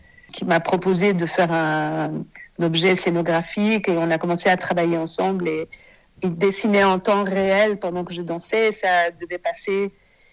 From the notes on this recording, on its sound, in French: Cet épisode a été enregistré par téléphone